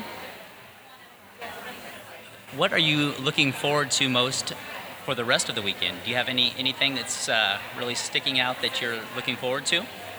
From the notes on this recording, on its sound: During the Conference he set up his microphone and interviewed several of the women who attended.